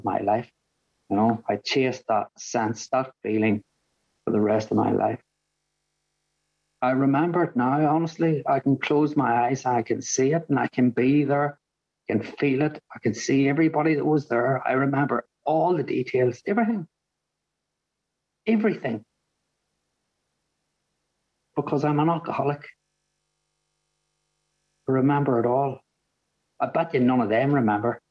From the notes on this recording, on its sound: At the The Magical Mystery Tour meeting in January of 2022. Zoom.